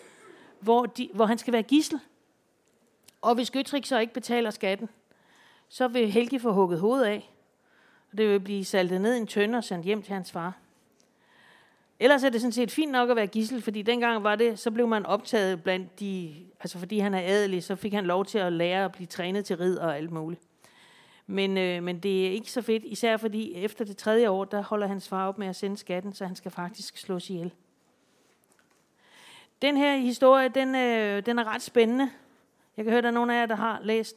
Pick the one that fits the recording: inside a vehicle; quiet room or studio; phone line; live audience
live audience